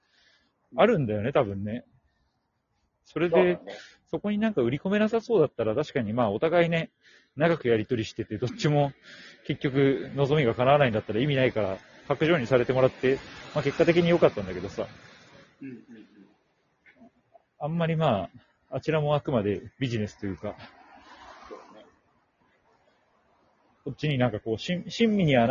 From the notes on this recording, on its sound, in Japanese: 初ライブなので聞き苦しいです。From Radiotalk。